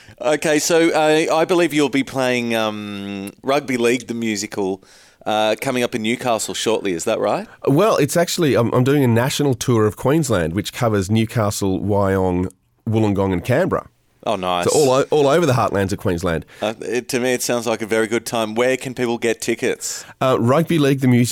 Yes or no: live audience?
no